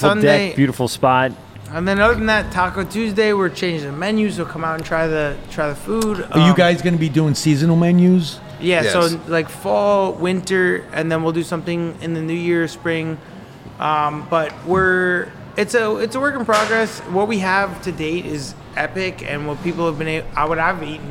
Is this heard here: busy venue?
yes